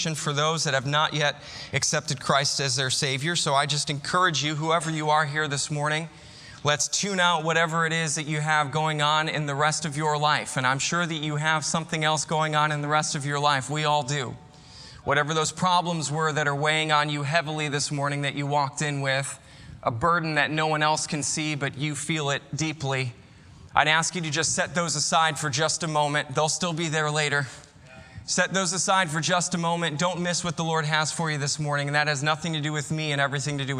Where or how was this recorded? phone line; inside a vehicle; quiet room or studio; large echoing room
large echoing room